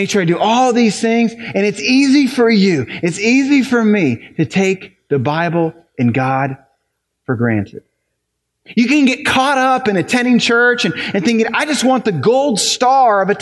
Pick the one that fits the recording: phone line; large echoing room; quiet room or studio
large echoing room